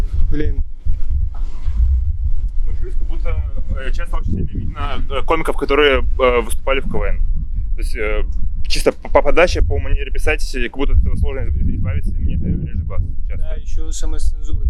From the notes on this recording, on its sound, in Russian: После половины разговоров закрыли заведение и нам пришлось продолжение на улице записать:( Я не взял ветрозащиту, прощу прошение, но что-то в наушниках можно услышать